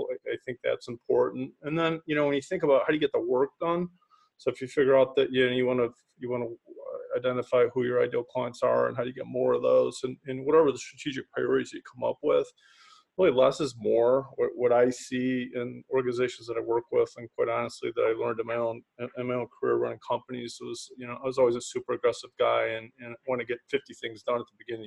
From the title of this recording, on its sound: Recorded Webinar